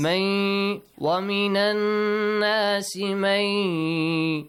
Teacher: Noon is merged into ya and it changes to ya sound. · Term: idgham